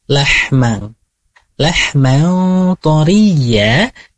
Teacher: untuk ha di lahma itu menggunakan tenggorokan yang bagian tengah · Term: huruf ha